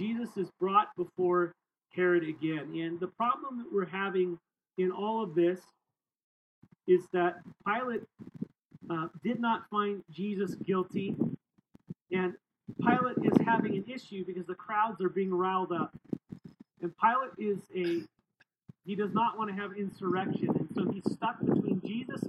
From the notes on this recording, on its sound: This message was recorded outdoors, so expect some wind noise.